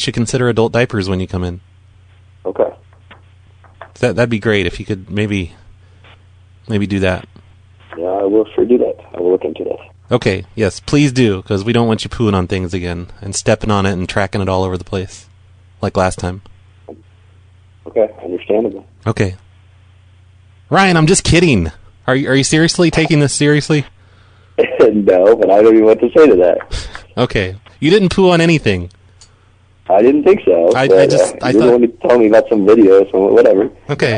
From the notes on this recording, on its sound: Prank Phone Calls